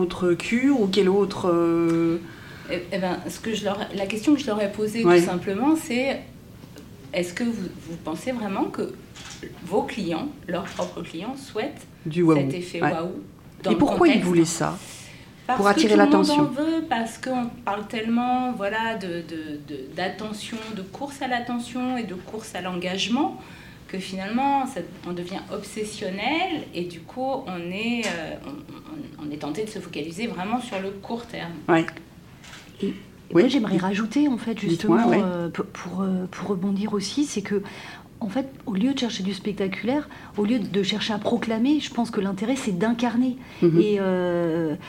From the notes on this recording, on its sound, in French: Dans cette émission spéciale enregistrée au colloque KONTINÜUM 2020. Dans cette émission spéciale enregistrée au colloque KONTINÜUM 2020.